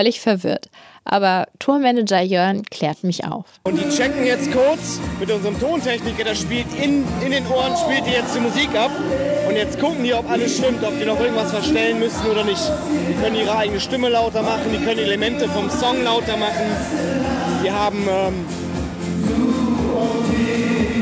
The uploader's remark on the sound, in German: Die fünf Jungs öffnen für meinen Podcast ihren Tourbus. In dieser Episode bin ich bei einem Live-Auftritt dabei.